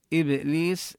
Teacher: نقلقل الباء الساكنة ونمد الياء مدا طبيعيا